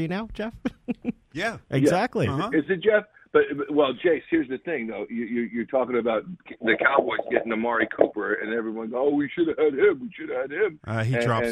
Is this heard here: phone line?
yes